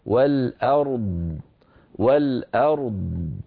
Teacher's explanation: أعطى الراء حقها من التفخيم والبينية والأر، ثم انتقل إلى الضاد فأعطاها حقها من الرخاوة والتفخيم والاستطالة.